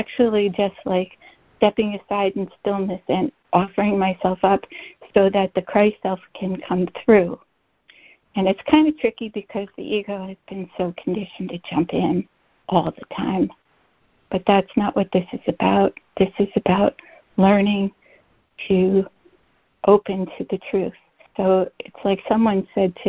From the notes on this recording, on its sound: ACIM Daily Conference Call